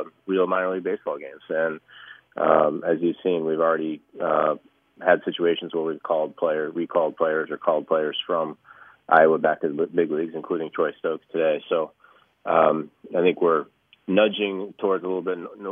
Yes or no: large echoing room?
no